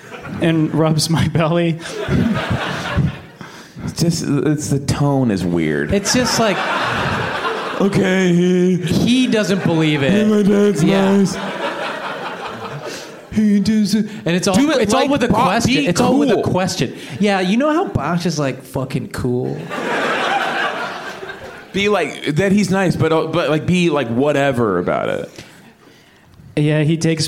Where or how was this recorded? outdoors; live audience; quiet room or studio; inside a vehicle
live audience